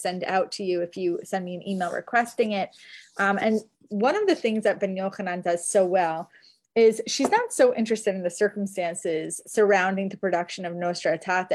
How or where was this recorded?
video call